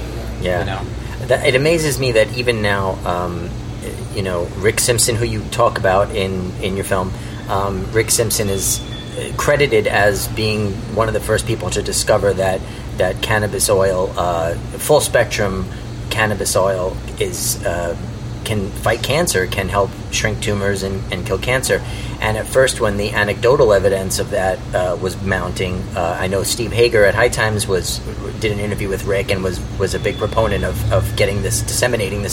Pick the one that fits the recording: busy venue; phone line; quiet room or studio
busy venue